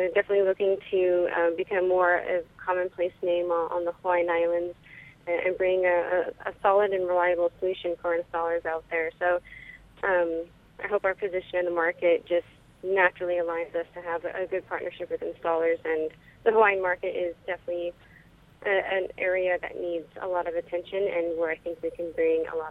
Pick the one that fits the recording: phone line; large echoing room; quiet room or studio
phone line